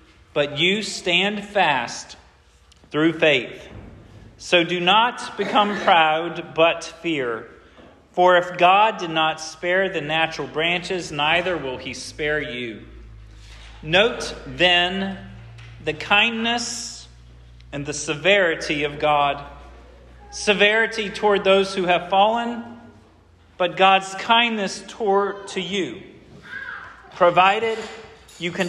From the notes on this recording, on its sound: This sermon was preached at Hope Fellowship on Oct.